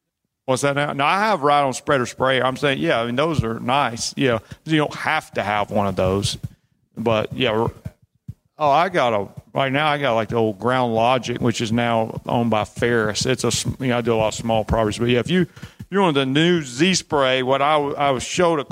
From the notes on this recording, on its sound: Kohler Lawn and Landscape Society Live Panel. This is the conclusion of our Live Panel Discussion at Kohler's event.